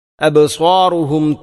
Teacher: സ്വാദിനെ ഉച്ചരിക്കുമ്പോൾ ഹറൂഫുൽ ഇസ്തിഇലയിൽപ്പെട്ട അക്ഷരമാണ്, സ്വരഭാരത്തോടുകൂടി ഉച്ചരിക്കേണ്ടവ